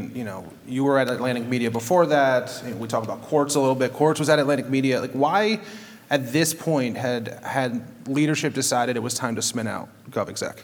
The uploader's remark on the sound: took the stage at Omeda's Idea Exchange to do a live recording of the podcast